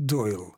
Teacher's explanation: Вот это «л», которое звучит на конце, не такое твердое, как в русском языке. Это так называемый среднеевропейский полусмягченный «л».